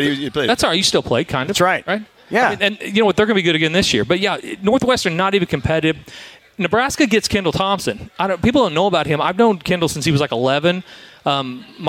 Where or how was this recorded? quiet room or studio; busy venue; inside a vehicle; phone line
busy venue